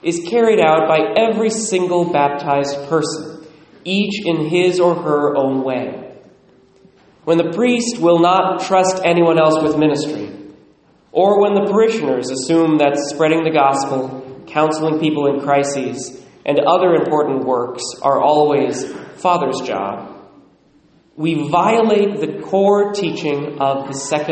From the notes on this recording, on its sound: Recorded at Immaculate Heart of Mary, Sedro-Woolley, WA